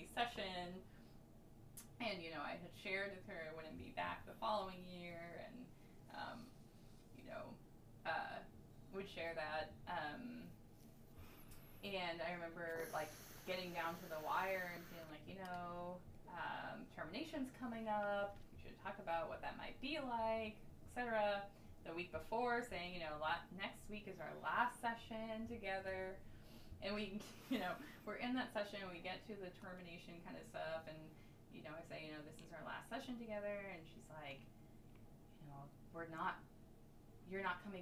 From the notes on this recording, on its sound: Audio was so fuzzy that it was totally unusable. Mic recording. Speaking in the background. We apologize for the uneven audio.